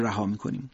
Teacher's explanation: چون اینجا تشدید داره ما دیر قلقله رها میکنیم